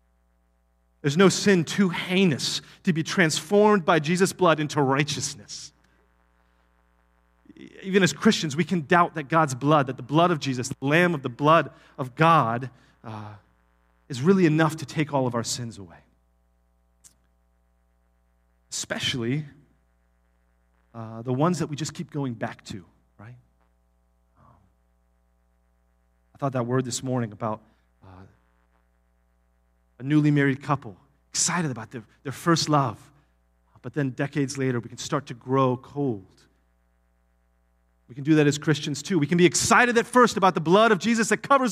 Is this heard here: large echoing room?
yes